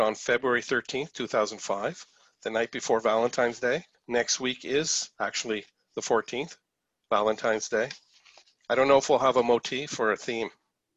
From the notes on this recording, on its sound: The program airs live each week. Is currently delivered to you through Zoom.